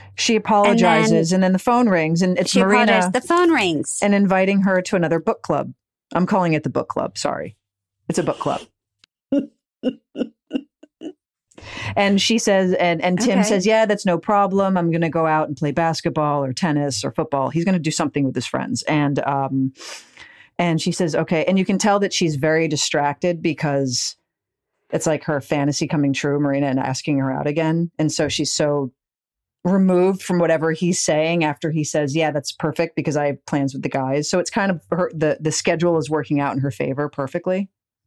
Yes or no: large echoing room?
no